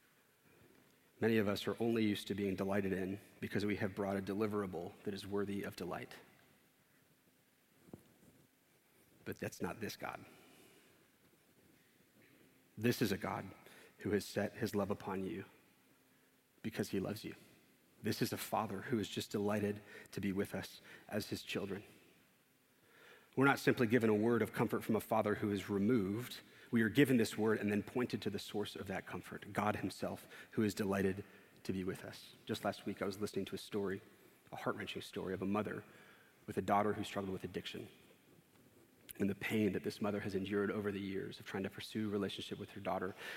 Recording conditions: large echoing room